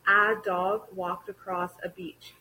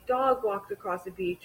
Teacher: I really recommend with this one, a lot of times people do understand how to use the article correctly, but they don't emphasize it enough. Native English speakers will emphasize the a, especially at the start of a sentence. · Shown in: first take